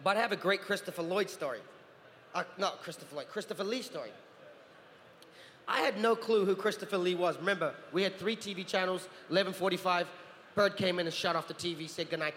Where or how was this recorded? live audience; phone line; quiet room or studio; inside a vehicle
live audience